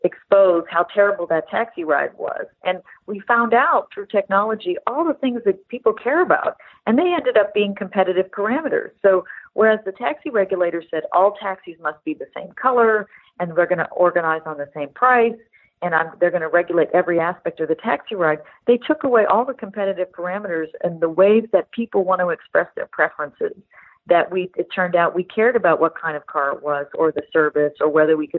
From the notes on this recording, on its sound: We’re joined on the phone